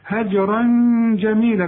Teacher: واصبر، شوف بر والواو واصبر على ما يقولون، ما يا ما يا لا ما يا ما يقولون، ورقق الواو برضو، واهجرهم هجرا جميلا، الجيم قلقلها لأنها عليها السكون، هجرا جميلا في غنة هنا عشان الجيم من حروف الإخفاء